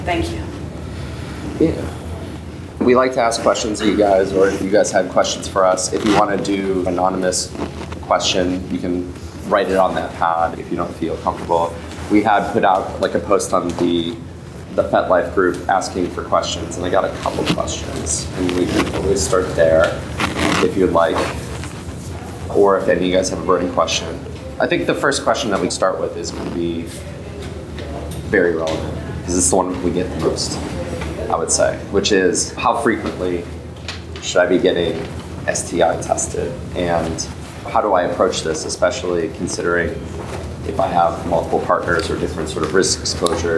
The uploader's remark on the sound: This is the 7th year we recorded this event at Frolicon